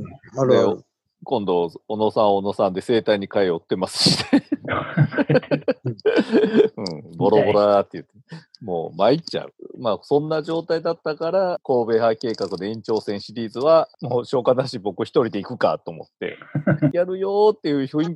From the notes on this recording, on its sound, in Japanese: 初めてのリモート収録！流行りのzoomを使っての収録です。Zoomで収録してみます。